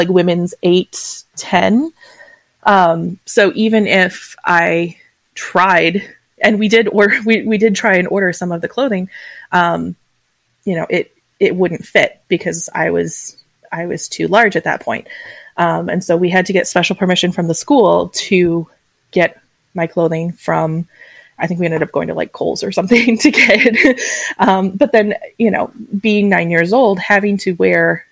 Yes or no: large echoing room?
no